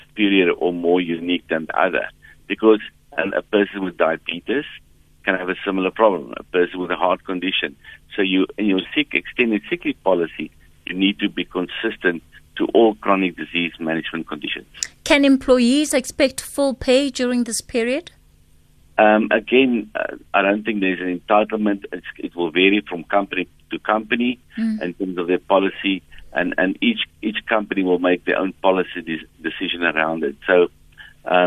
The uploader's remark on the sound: we are joined on the line